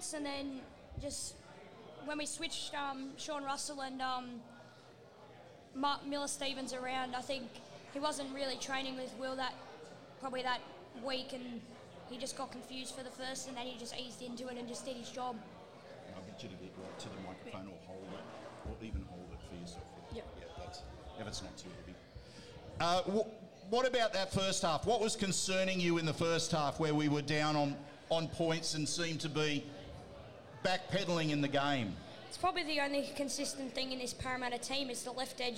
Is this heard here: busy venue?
yes